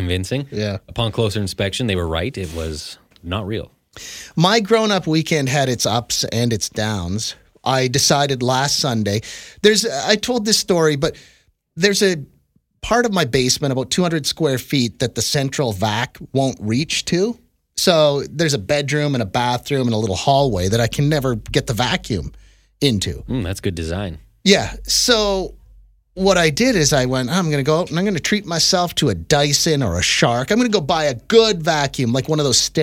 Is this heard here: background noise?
no